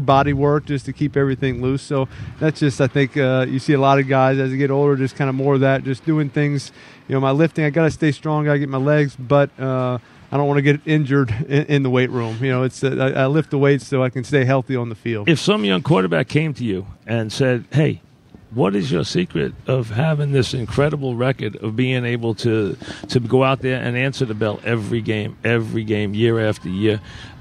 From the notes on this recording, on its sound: live from Giants camp